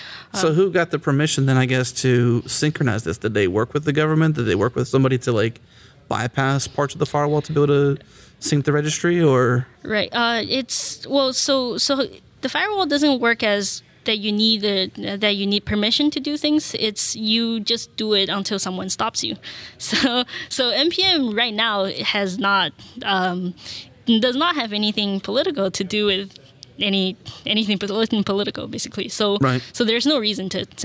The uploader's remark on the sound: recorded at Node Interactive 2016